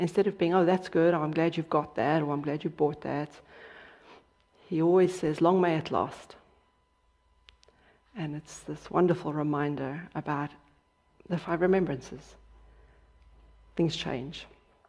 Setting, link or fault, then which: setting, large echoing room